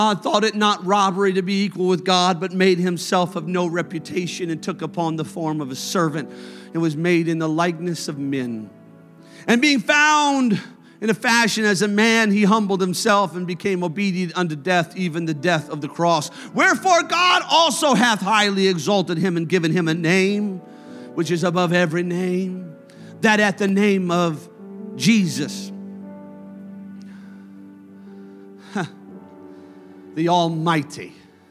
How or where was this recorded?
large echoing room